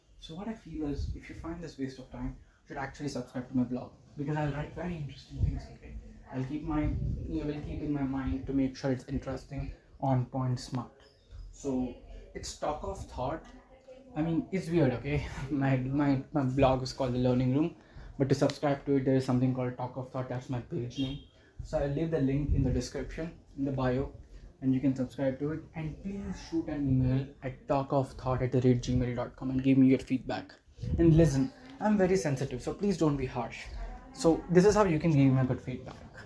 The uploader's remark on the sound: Sorry for the background noise...